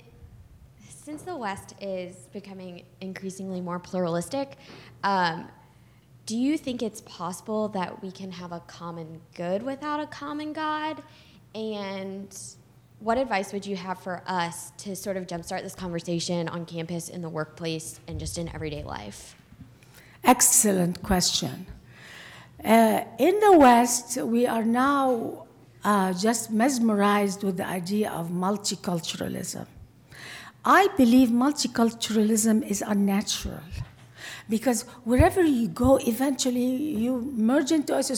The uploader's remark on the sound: The event was recorded at CBLPI's Western Women's Summit in Phoenix AZ in October 2017.